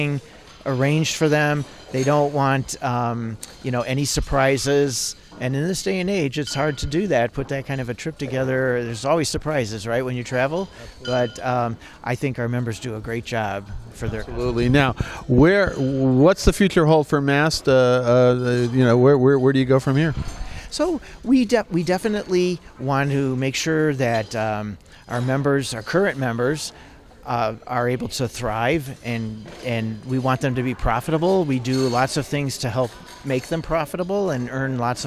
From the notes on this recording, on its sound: at MAST’s recent conference in Las Vegas